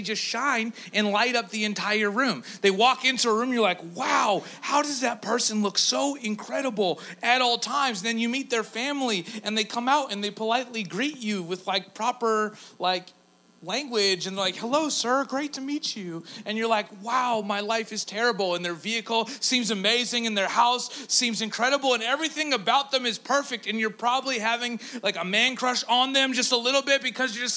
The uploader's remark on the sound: A Collection of Talks. Recorded Live at Engage Church.